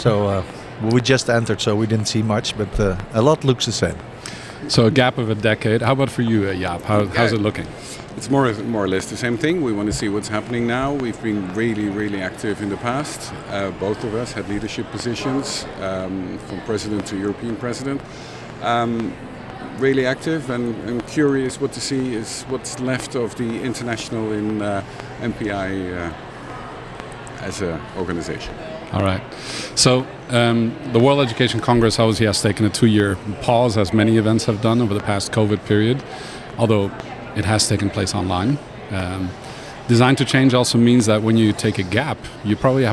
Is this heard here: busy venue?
yes